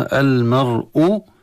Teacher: راء الساكنة ما قبلها مفتوح تفخم